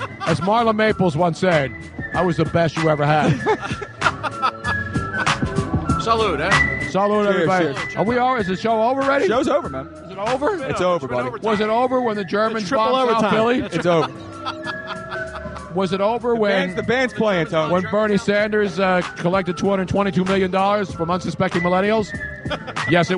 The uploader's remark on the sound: LIVE from #DNC SPhilly After Party